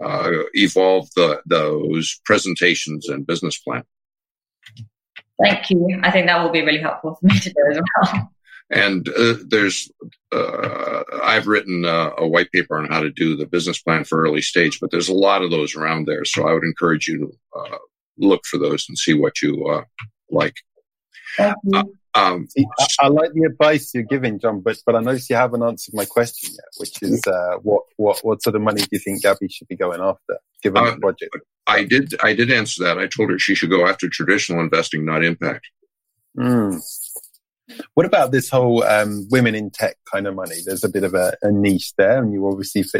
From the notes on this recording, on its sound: this episode was first recorded as a webinar in November 2019 and converted to a podcast